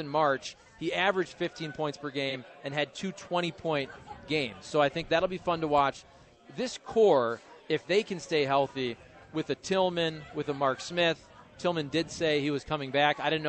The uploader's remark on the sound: broadcasting live from Maggie O'Briens